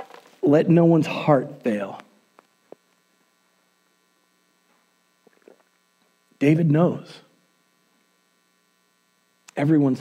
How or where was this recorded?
large echoing room